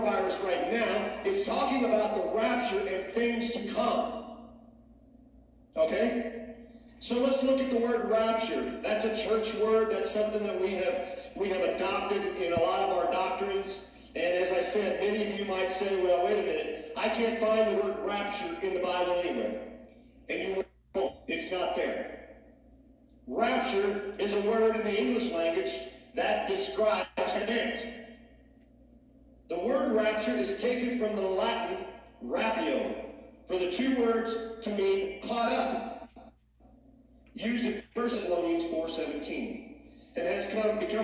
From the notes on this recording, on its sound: Sound issues week #2 of shut down.